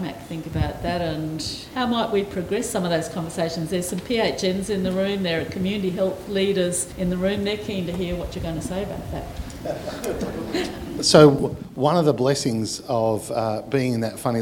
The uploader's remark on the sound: a live recording of a panel discussion from the launch of the Australian Centre for Value-Based Health Care on the 11th June 2019 in Melbourne